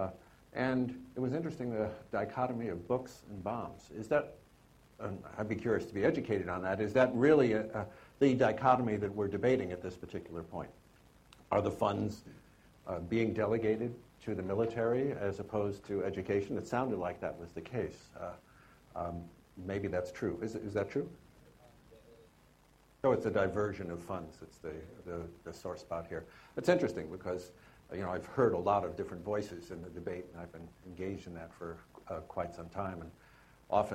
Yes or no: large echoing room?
yes